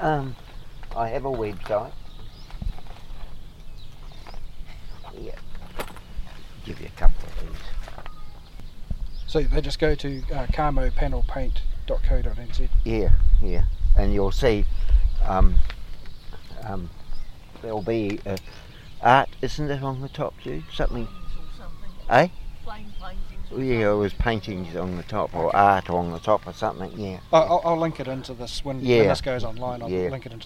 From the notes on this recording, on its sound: Sat in the sunshine chatting. Called into Cambridge on his way home.